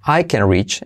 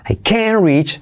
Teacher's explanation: no se pronuncia la T, pero se acentúa la palabra en el negativo · Shown in: second take